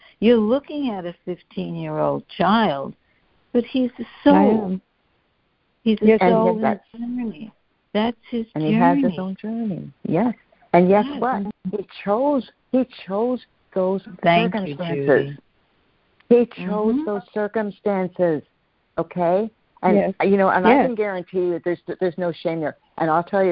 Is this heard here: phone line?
yes